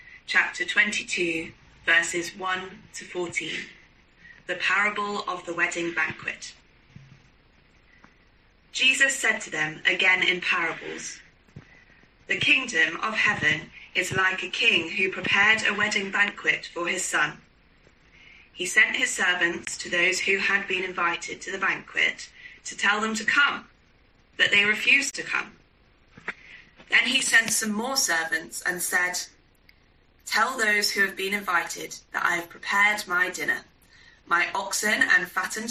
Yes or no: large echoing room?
yes